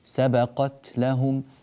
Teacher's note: حرف التاء من حروف الهمس، يعني يخرج معه هواء مصاحب له بسبب انحباس النطق في المخرج. سبقت لهم، قطعت صوت الهمس، سبقت لهم، لا نريد المبالغة والتبرع بهواء زائد غير الهواء الذي انحبس، لكن الهواء الذي انحبس خلف اللسان نريد أن نخرجه فقط، بإخراجه يأتي الهمس صحيحا.